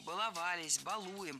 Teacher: Ударение всегда стоит за корнем, поэтому баловались, балуем. И, кстати, если мы добавим приставки к нашему слову, то ударение все равно должно быть за корнем. Побаловаться, избаловал, добалуешься и так далее.